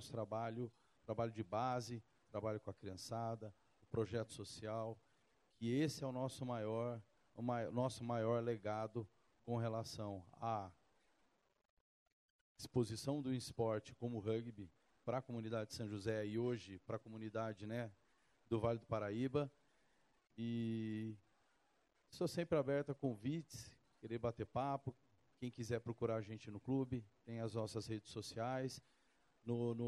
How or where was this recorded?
busy venue